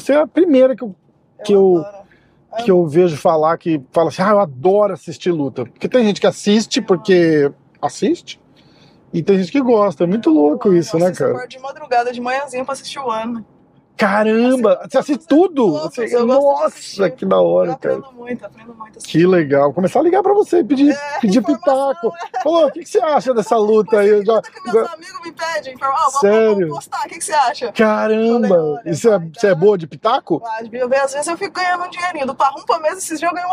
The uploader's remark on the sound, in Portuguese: Demos uma volta pelas ruas de Boa Raton